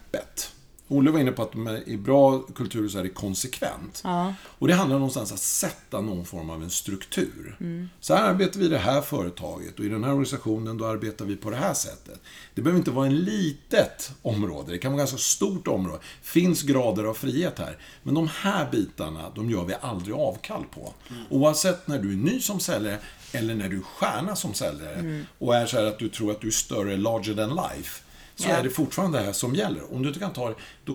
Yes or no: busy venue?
no